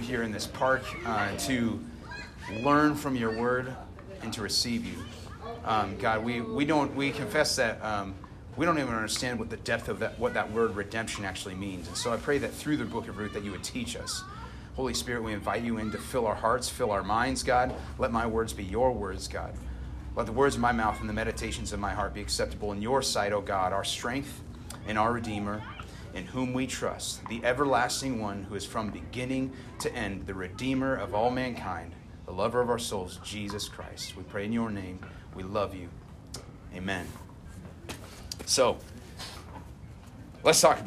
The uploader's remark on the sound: Originally recorded 5/15/21 at Sunset Park in Lewiston, Idaho.